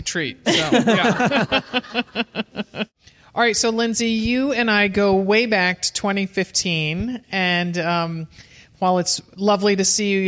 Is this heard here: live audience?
yes